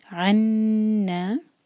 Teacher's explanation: عنا، یہ بھی عین سے شروع ہو رہا ہے، حمزہ کی آواز بالکل نہ آئے. اور نون پر شدہ ہے تو ہم نون پر ٹائم دیں گے. اور نا دو حرکہ مد طبیعی.